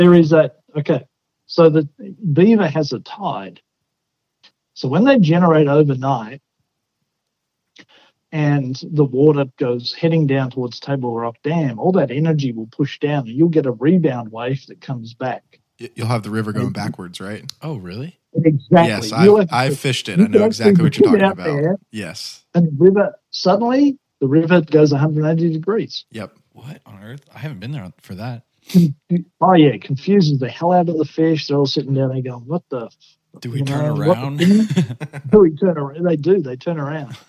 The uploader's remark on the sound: Talk over the phone with the general manager and full-time guide out of Dally's Ozark Fly Fisher in Cotter, AR.